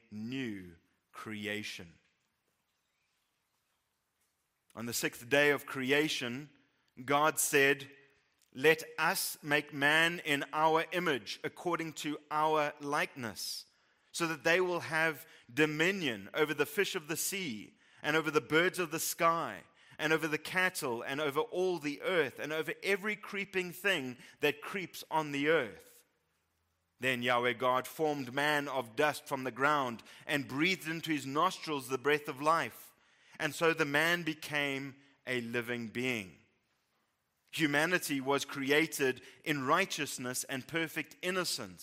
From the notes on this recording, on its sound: Preached at Living Stone Bible Church, Fourways, South Africa.